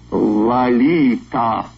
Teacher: Первый слог имени звучит скорее как «а», чем «о», а остальное похоже на испанский.